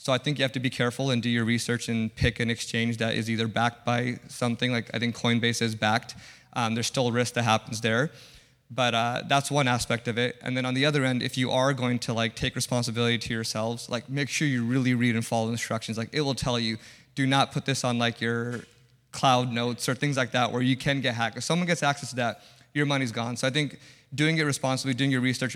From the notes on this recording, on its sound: This episode is a recording of our first-ever HYPE SESSION - SILICON VALLEY. This episode is a recording of our first-ever HYPE SESSION - SILICON VALLEY.